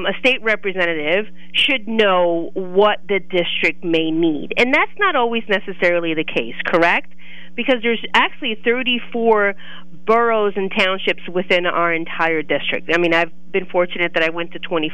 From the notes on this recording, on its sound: call